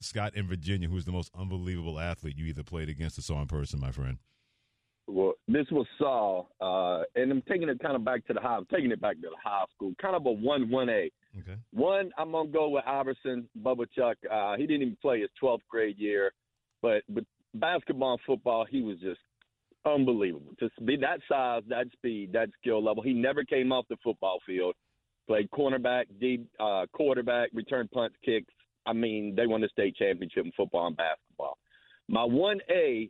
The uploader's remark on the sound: taking your calls